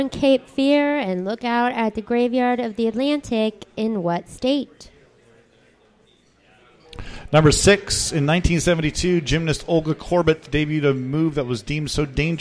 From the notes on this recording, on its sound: The Winter Classic Tournament Finals - Live from The Local 907 in Renton!